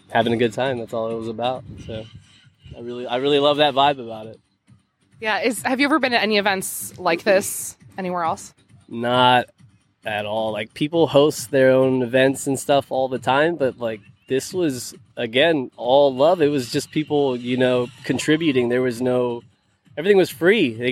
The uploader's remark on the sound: Live at Cosplay Beach Party